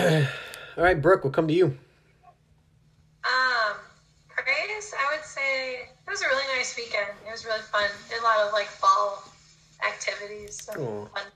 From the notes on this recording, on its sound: We’re back on Zoom for our study of chapter 2.